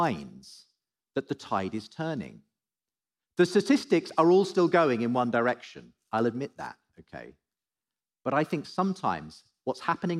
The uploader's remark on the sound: Live at The Story Church